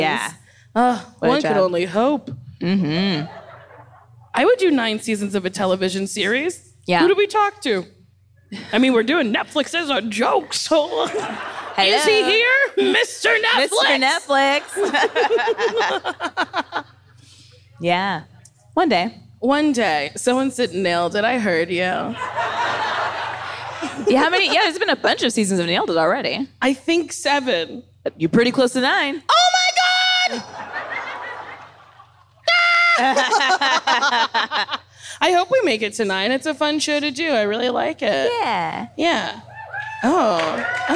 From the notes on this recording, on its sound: We’re live from the Netflix Is A Joke festival. Lots of wonderful questions from our audience!